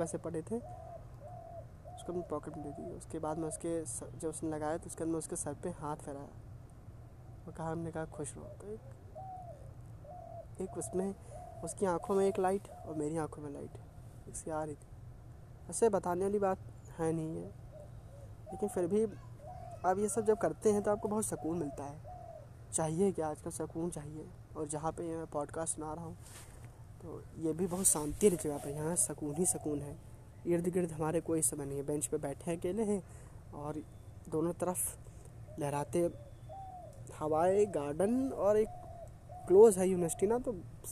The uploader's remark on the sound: Podcast is recorded in open area at garden so you will listen the March air and the birds voices